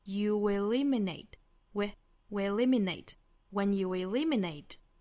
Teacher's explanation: eliminate the impossible,我们需要注意前面两个词要做弱读的哈，我们不要读成 when you,应该是 when you,非常的弱非常快的一带而过，过渡到后面的这个 eliminate 的 li 这个重读音节上。那么我们还要注意呢，在我们读 you 和 eliminate 的时候，我们需要注意这两个词之间其实是有一个小的过渡哈，就是用这个 w 来连接这两个元音